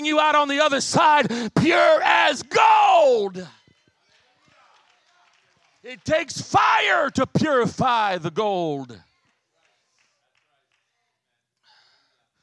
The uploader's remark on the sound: As I preached in March 2023, at my home church in Harvey, IL.